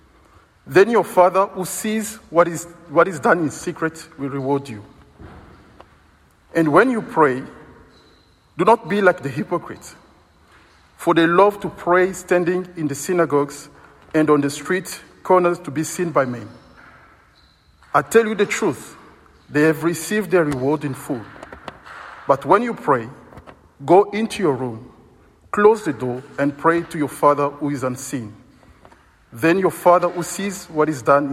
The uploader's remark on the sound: Recorded at the 7pm Ash Wednesday service on 22nd February 2023